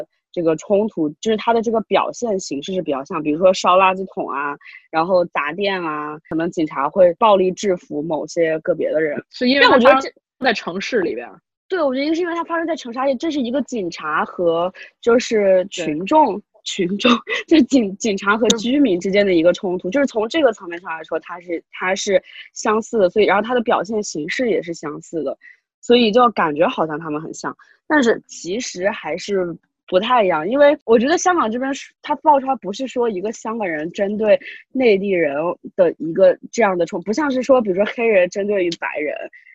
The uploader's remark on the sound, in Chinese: 兵分三地 Zoom 会议